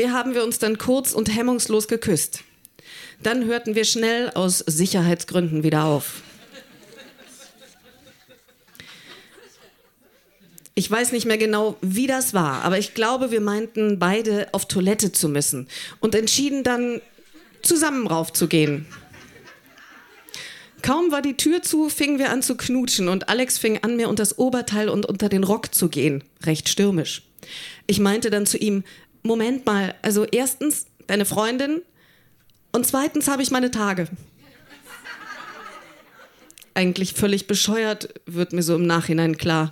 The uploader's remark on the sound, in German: Im Monarch, Berlin. Texte von gestern“-Liveshow. Unser tolles Publikum.